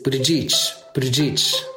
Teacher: They kind of roll right over the first two syllables and then draw out the third, like each.